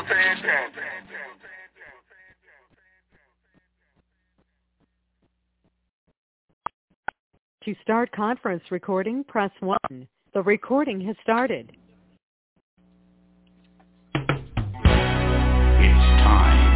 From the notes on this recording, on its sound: TNTSuperfantastic Conference Call